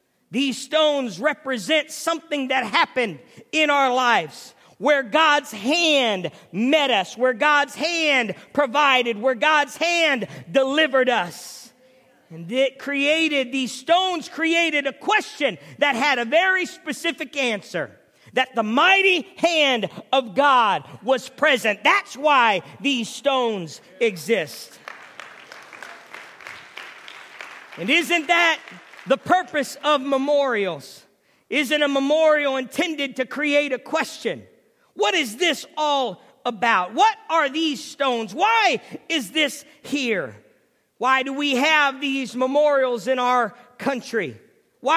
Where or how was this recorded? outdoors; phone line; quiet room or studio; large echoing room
large echoing room